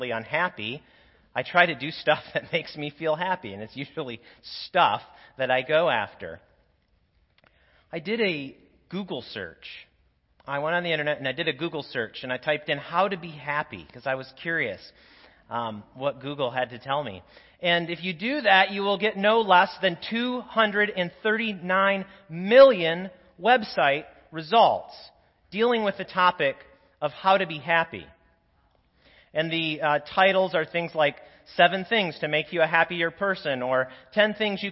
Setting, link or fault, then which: setting, large echoing room